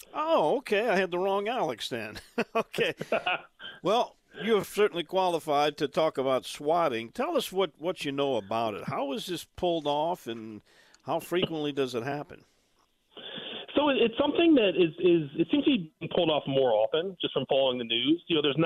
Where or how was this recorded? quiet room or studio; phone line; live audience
phone line